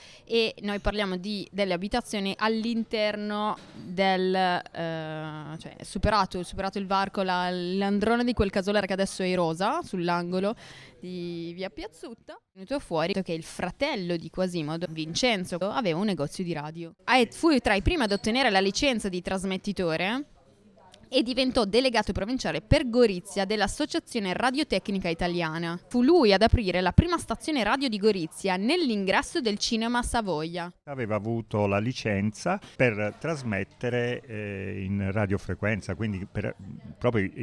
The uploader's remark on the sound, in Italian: Il risultato delle registrazioni audio realizzate nel Bar Piazzutta nell’omonimo quartiere goriziano.